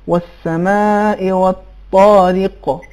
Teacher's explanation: قاف تفخیم کے ساتھ ادا ہوگی ترقیق کے ساتھ نہیں